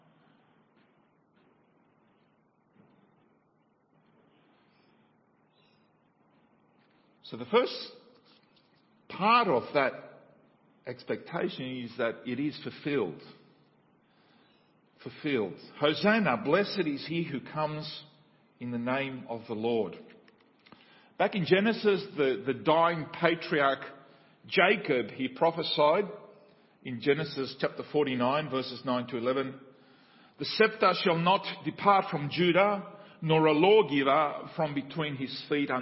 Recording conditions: large echoing room